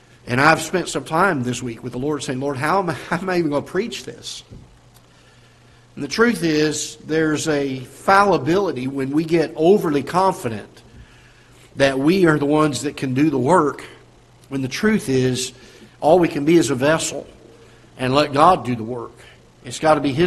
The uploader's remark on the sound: Ketha Heights Baptist Church ~ Live Broadcast